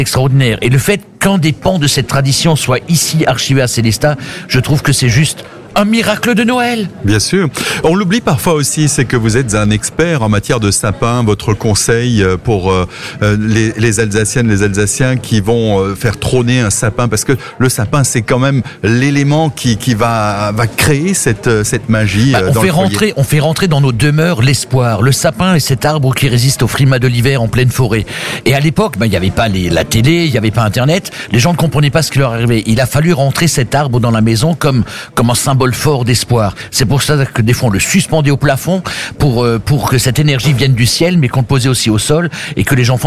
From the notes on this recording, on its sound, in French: En direct depuis le caveau saint-Barbe à Sélestat.